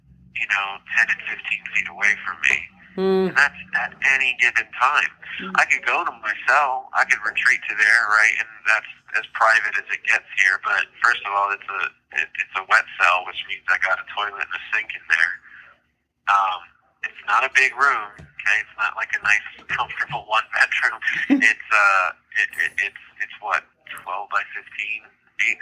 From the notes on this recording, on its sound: Phone interview.